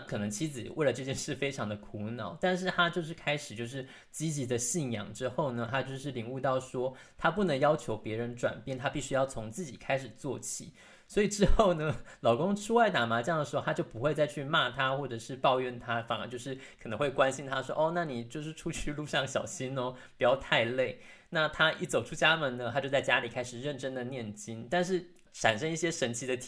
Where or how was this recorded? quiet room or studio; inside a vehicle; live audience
quiet room or studio